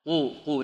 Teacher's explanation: القاف هذه من قولهم ماذا؟ خص ضغط قظ، يعني من حروف الاستعلاء، فتفخم